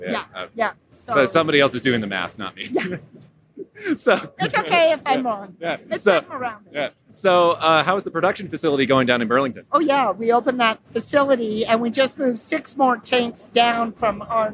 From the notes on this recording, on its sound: Recorded on location at Great American Beer Festival - Denver, CO